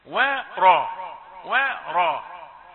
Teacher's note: الراء تفخيمها غلب الواو لكن الواو مرققة ما لها وما للتفخيم